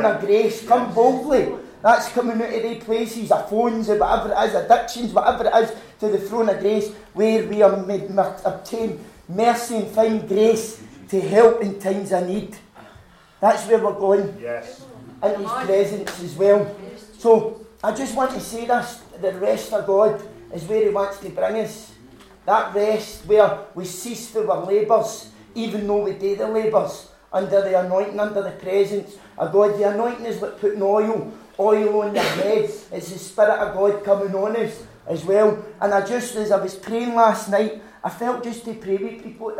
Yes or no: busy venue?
yes